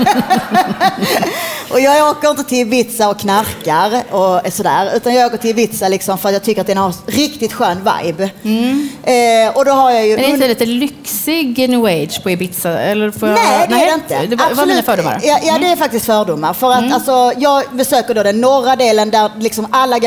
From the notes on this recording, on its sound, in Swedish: Live från DokuPodd 2017 på Fotografiska